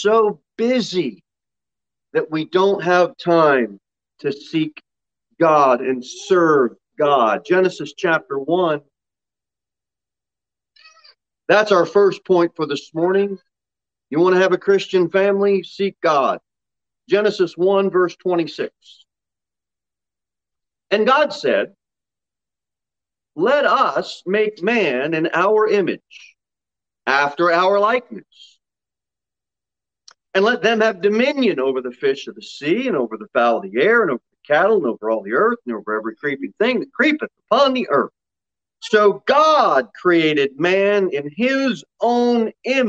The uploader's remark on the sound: Sermon delivered at Pilgrim Baptist Church on Sunday, July 11, 2021, at 6:15 pm. Jere Whitson Rd.